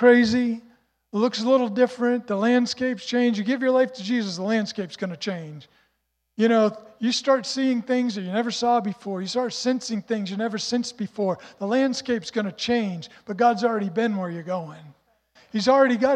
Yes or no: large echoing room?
yes